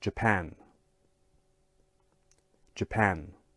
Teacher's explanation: so that second part, the pan, has the stress